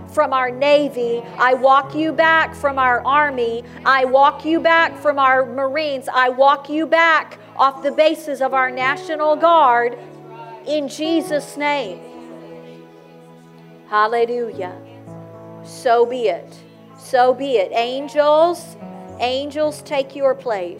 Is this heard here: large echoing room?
yes